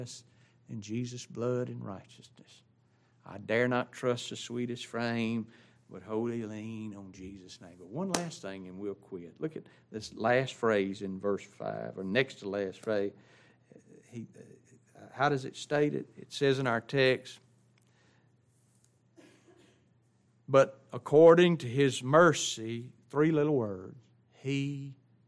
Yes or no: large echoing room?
yes